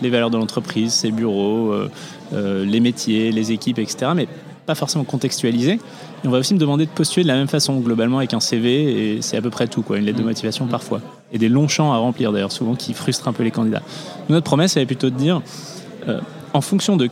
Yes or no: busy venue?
yes